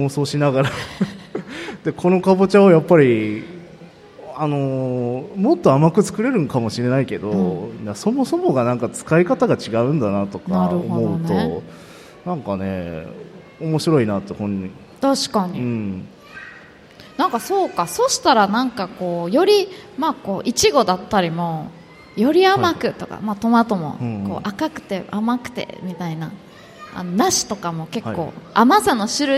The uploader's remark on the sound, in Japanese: 公開収録。鳥取県倉吉市発。